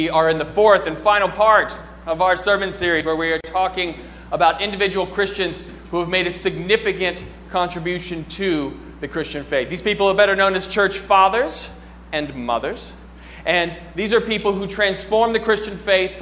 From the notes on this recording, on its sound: during the 9:00 AM service on Sunday July 1, 2018, at First Presbyterian Church of Arlington Heights, Illinois